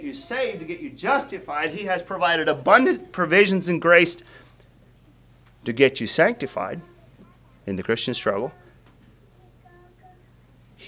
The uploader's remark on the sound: Message preached at Word of Hope on June 4, 2023